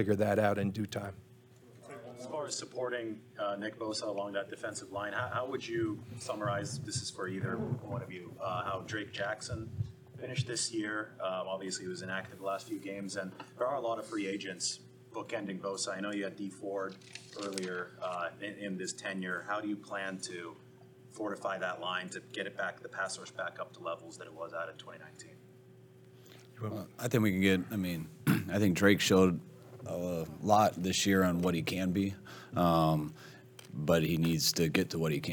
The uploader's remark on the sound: Press Conference